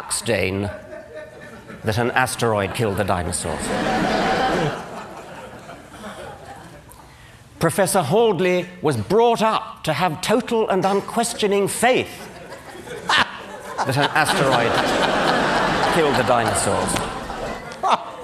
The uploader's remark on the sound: Drew strongly mixed reactions from the audience; some stood and applauded his courage.